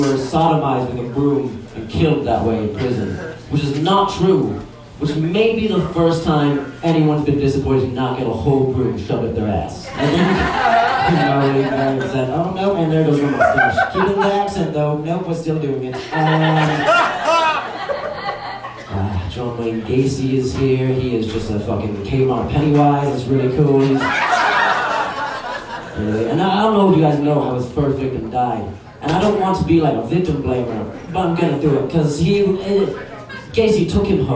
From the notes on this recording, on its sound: audio from their live show Nerd Roast